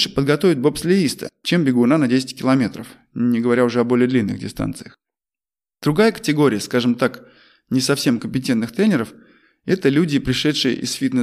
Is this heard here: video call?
no